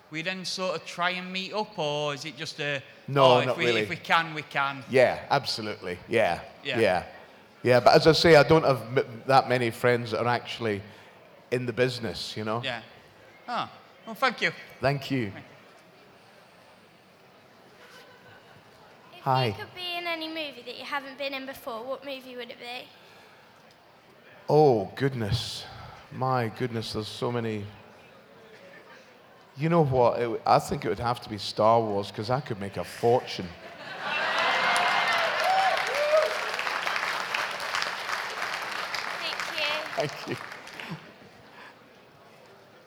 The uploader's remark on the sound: recorded at this year's Sci Fi Weekender 6